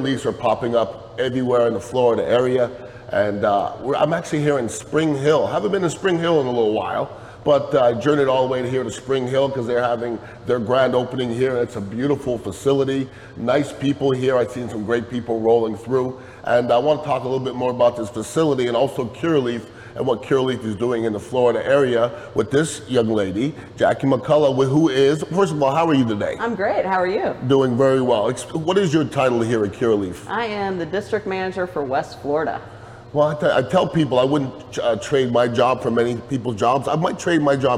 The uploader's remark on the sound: several interviews from the Florida Cannabis Festival